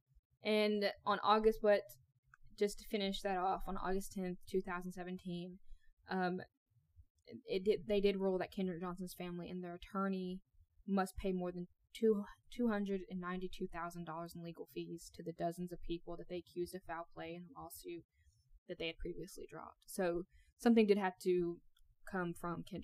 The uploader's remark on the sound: The sound quality which we are working.